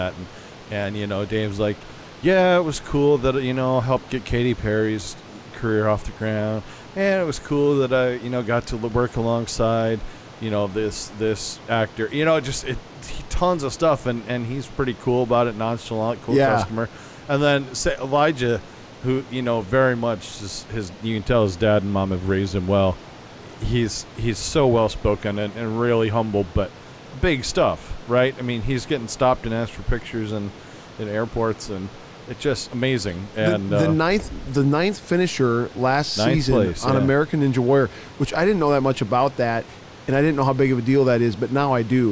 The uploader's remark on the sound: LIVE from NRB 2022!